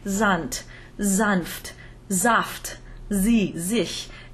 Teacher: German is the only language I know that has an initial S followed by a vowel that will be voiced, As I said before, a word like Sand, Sanft, Saft, Sie, Sich. In German, this initial S is always voiced, but not in Italian. · Term: voiced S